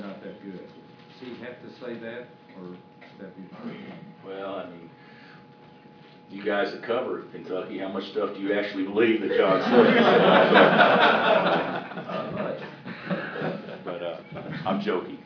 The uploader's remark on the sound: Press Conferences & Post-Game Interviews